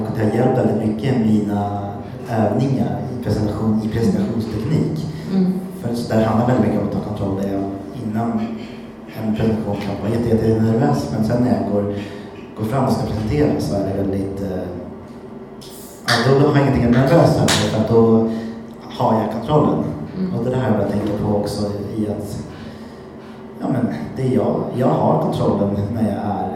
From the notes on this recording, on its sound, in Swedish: Och så plötsligt satt vi och poddade inför en liten men fin publik. Lite sämre ljud, lite vildare och kanske lite punkigare.